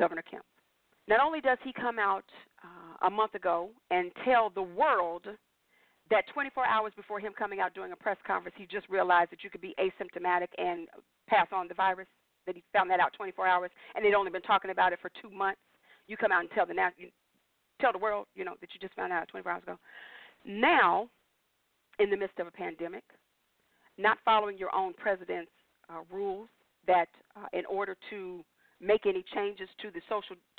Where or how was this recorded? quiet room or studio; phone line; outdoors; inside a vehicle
phone line